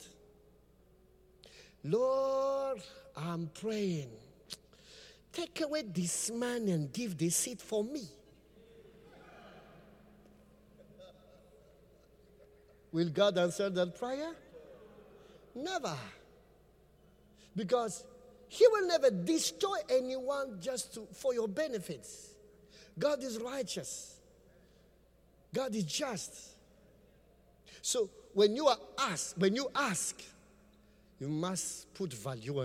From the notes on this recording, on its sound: Preached at the Qodesh